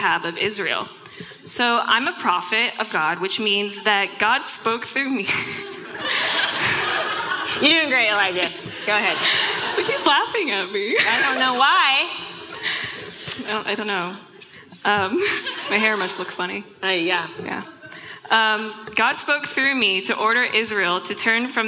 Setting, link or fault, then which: setting, live audience